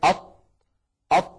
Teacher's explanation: لما نقول مثلا أط حرف الطاء، أط، نجد بأن قطعة من اللسان قد انطبقت على غار الحنك الأعلى · Term: الإطباق